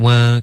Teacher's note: 这个 work 注意不要加鼻音 work,刚刚有一点嗯的音出现